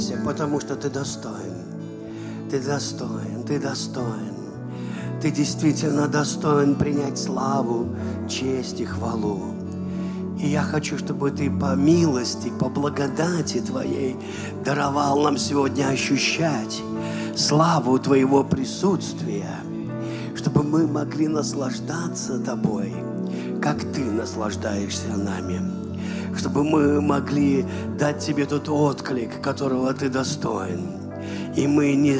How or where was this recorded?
large echoing room